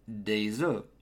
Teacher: In the plural form, the final F and S completely disappear. Hence, to say some eggs, for example, you'd say des œufs.